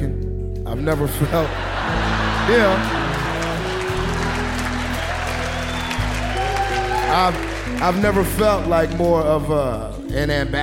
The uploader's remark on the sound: at the Brooklyn Academy of Music for Snap Judgment LIVE